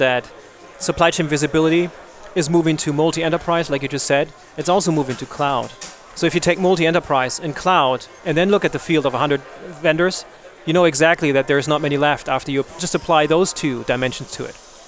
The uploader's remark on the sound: A live recording from the Supply Chain Executive Conference in London.